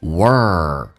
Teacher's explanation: 在美式发音需要重度卷舌，整个舌身往回卷 world,然后呢舌身慢慢的再往前推，推到你上齿龈的地方，也就是你上牙齿背后面一点点，那么在你的牙背后面叫做 world,所以这句话变成 There is no doubt that happiness is a most precious thing in the world.